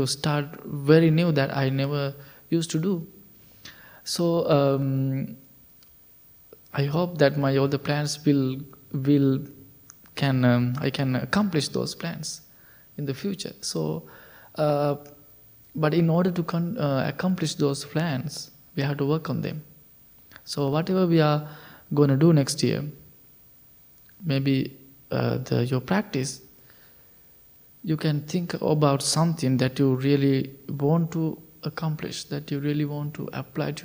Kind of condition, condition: setting, large echoing room